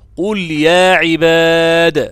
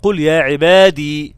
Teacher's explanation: قل يا عبادي الذين آمنوا عند الوقف عليها قل قل يا عباد بقلقلة حرف الدال محذوفة الياء فيها مش ثابتة · Shown in: first take · اوعى تقف عليها تقول قل يا عبادي غلط.